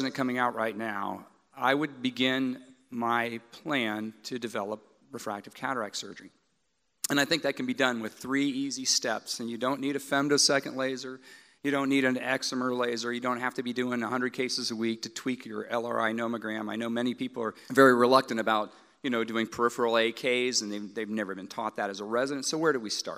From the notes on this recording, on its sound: joined on stage at MillennialEYE Live in Louisville